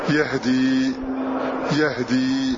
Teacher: فتح الياء اسكان الهاء تخفيف الدال